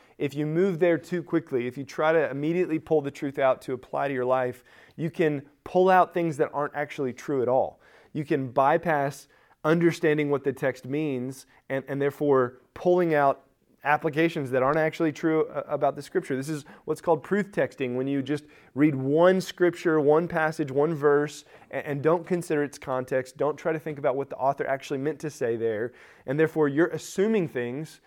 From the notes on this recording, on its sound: Recorded at Emmaus Church in Buford, GA